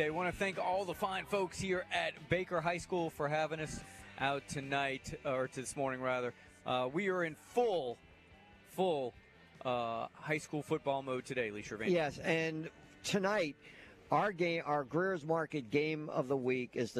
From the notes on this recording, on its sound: LIVE from Baker High School on the first Friday of high school football season!